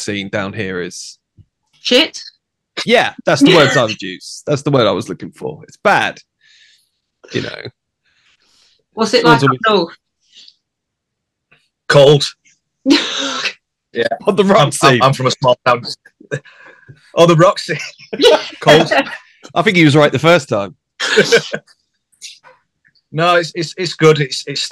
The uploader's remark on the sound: sit down over Zoom